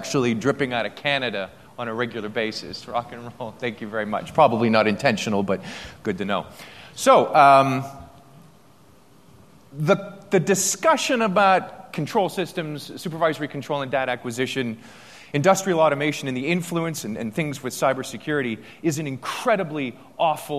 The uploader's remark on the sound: day two keynote speech from AusCERT